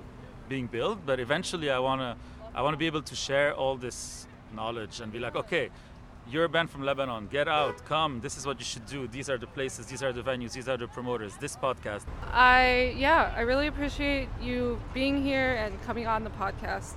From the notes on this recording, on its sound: This episode is from the Yallapunk festival (year 3).